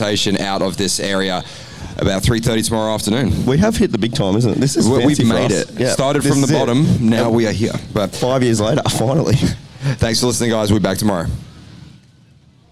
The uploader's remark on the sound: The AMX Superstores ProMX Radio Show from Coolum saw the Inside Dirt crew in the mobile media centre presenting to the live race fans in attendance across both days of the final round of ProMX.